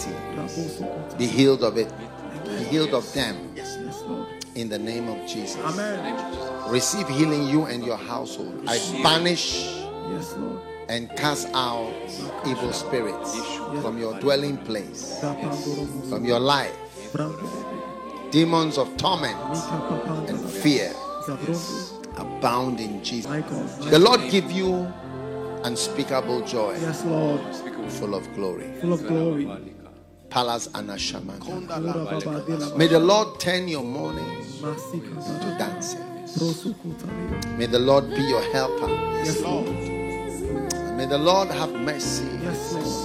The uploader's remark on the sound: Preached at the FLOW Church.